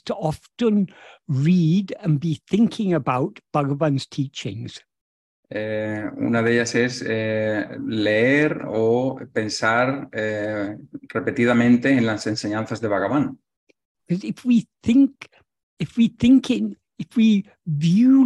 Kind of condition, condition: link, video call